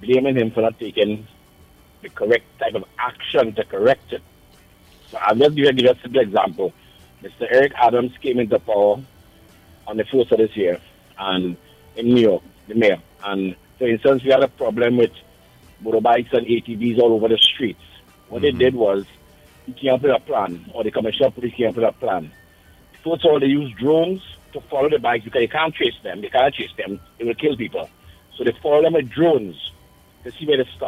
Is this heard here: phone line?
yes